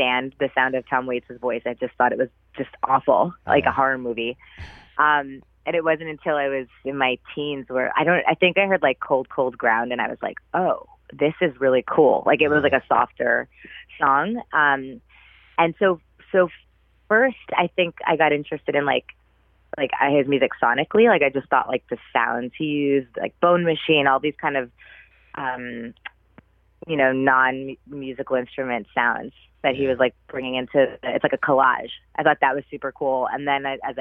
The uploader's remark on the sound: We caught up by phone